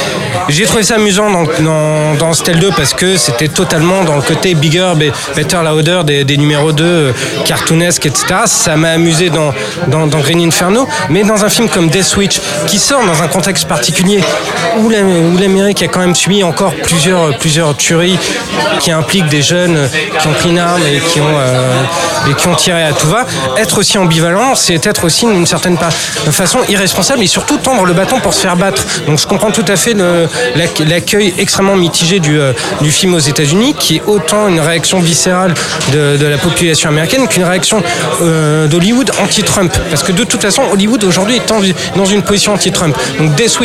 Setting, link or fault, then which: setting, busy venue